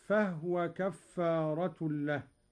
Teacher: قوله تعالى: فهو كفارة له. قرأ قالون بإسكان الهاء هكذا: فهو كفارة له.